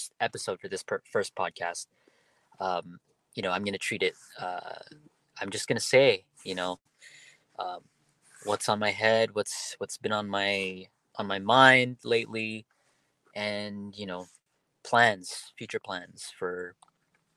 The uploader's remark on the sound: My first podcast done solo in my car.